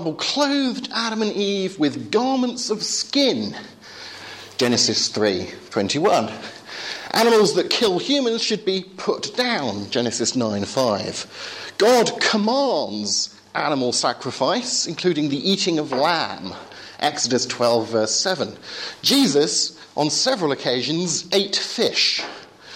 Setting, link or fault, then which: setting, large echoing room